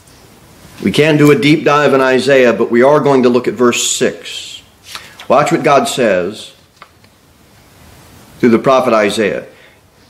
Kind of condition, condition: setting, large echoing room